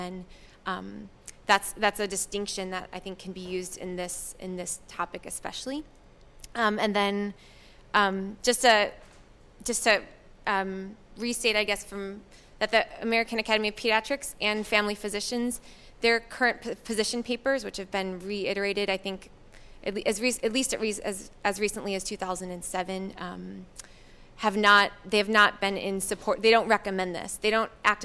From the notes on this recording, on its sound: This is a recording of the panel discussion and Q&A from the Washington DC screening of Cut. The screening took place at Georgetown University.